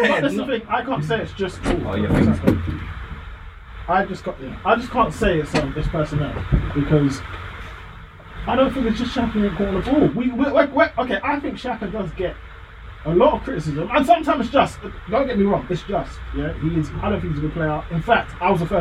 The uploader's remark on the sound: Once again sincerest apologies for the poor quality audio this week.